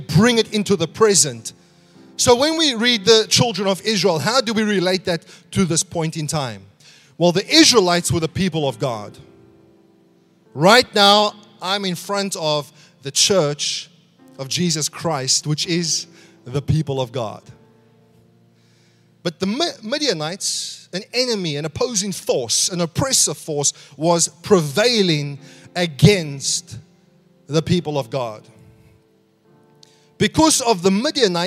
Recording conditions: large echoing room